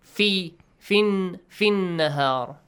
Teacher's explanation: So you skip lam, also skip hamzatul wasl, you also skip the mad. The ya mad.